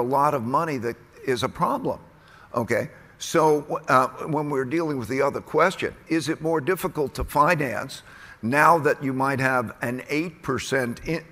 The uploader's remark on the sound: at the Bloomberg Green Festival at COP28